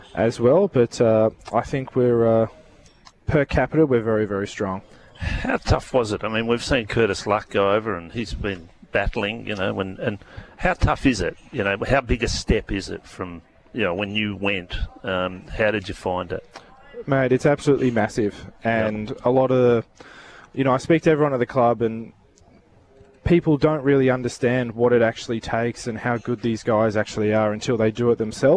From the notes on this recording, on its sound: live from the WA open